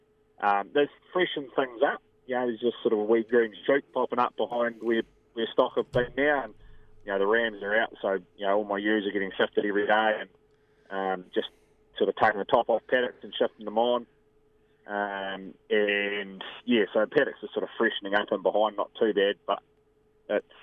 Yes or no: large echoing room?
no